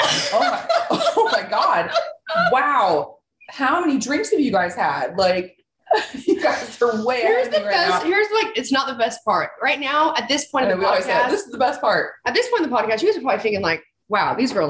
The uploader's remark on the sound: Zooming with each other! In the same room!